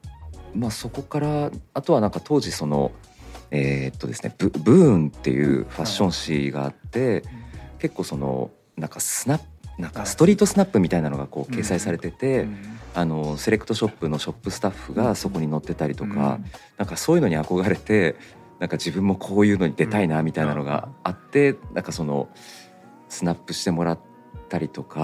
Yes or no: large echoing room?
no